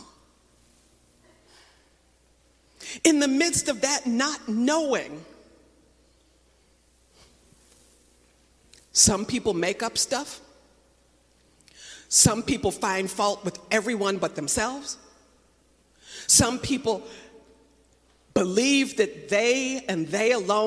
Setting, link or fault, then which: setting, large echoing room